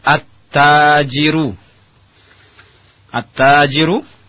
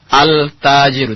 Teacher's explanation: At-tajiru. Lam yang ada di alif lam, lamnya masuk ke huruf setelahnya itu ta. · Shown in: first take · At-tajiru. Sehingga tidak dibaca al-tajiru. · Term: al-huruf asy-syamsiyah